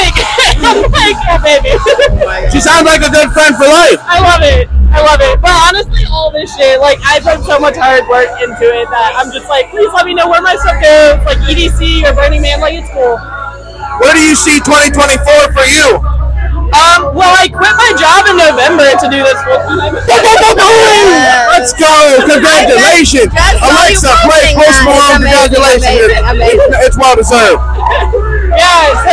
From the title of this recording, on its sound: Live at Skullys for Rave Night in Columbus Ohio